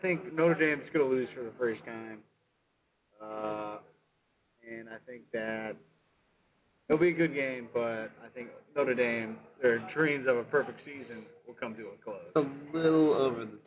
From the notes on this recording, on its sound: Live from the Tavern for a special Halloween episode.